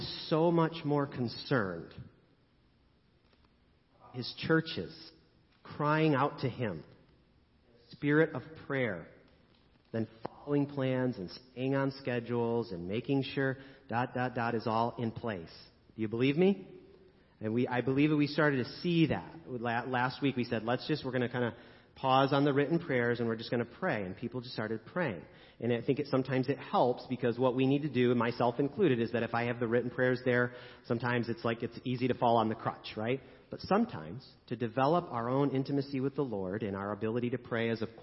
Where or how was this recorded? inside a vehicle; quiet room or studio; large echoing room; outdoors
large echoing room